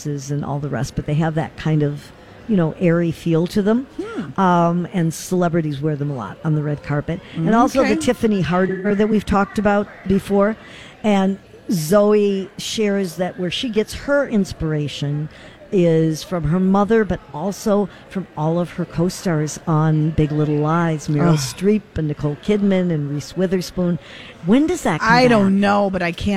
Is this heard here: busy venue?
yes